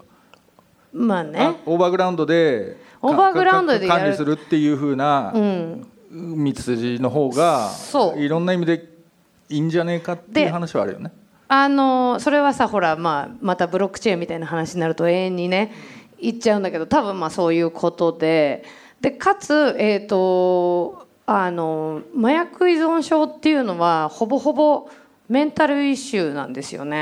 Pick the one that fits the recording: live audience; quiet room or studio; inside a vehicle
live audience